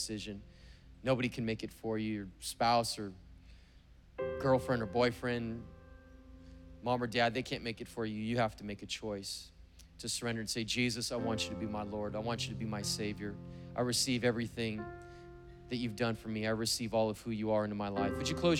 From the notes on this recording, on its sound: preached on September 19th at the 11:30AM service